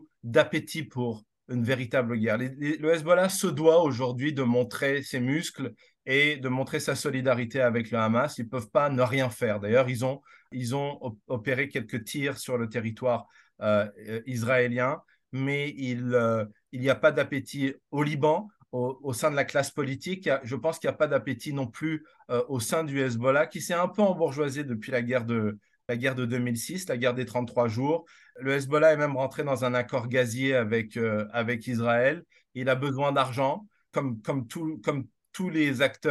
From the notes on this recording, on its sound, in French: la Chaire Raoul-Dandurand a tenu une table ronde en ligne